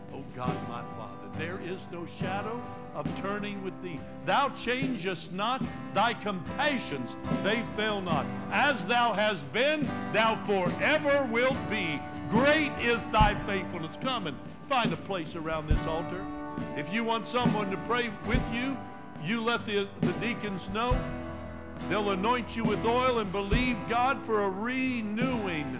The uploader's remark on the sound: Trinity Church Live